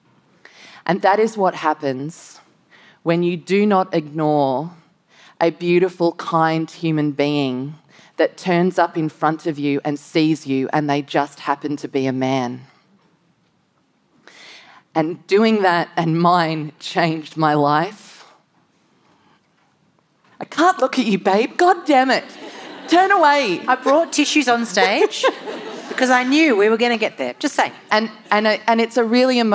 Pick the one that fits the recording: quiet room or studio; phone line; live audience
live audience